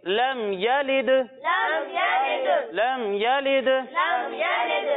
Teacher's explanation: और हमने इन हरूफ के बारे में ये पढ़ा था कि जब भी ये हरूफ साकिन हो तो इनको अदा करते वक्त आवाज लौटती हुई महसूस होती है। तो यहाँ भी दाल साकिन है तो इसको अदा करते वक्त आवाज लौटती हुई महसूस होगी।